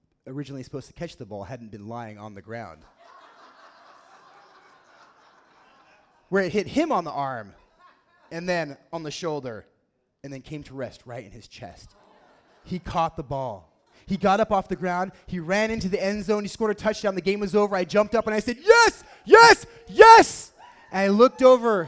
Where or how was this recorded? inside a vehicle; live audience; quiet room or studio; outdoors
live audience